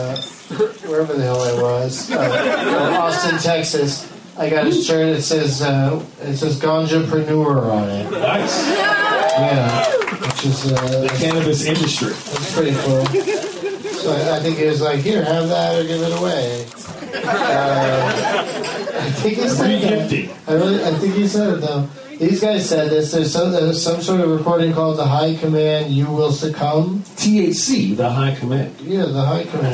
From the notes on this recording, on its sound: against audience members at the Punch Line in San Francisco